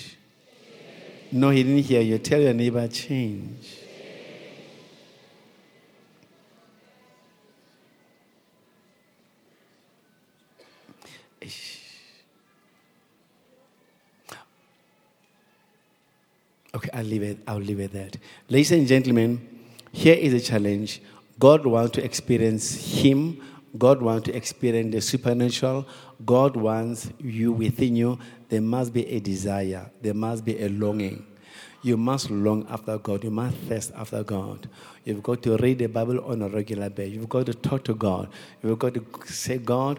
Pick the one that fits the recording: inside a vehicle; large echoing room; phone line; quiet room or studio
large echoing room